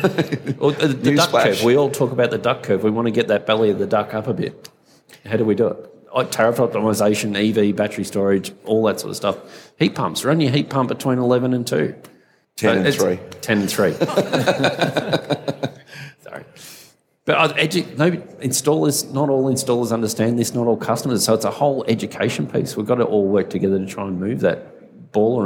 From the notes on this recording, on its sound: Live from All Energy Australia.